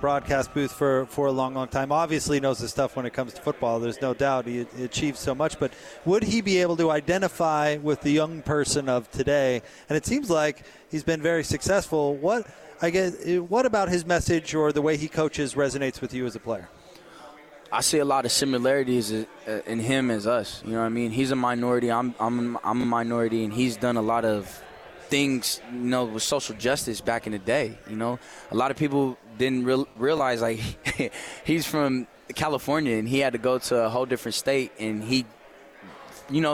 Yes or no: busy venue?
yes